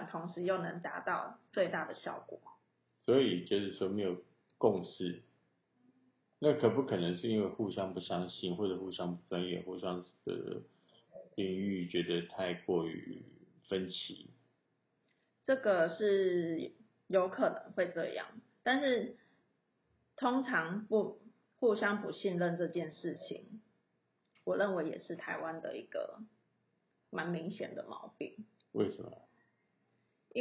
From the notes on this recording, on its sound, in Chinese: 這一集是在一個電影工作室裡錄製的，所以效果有一點差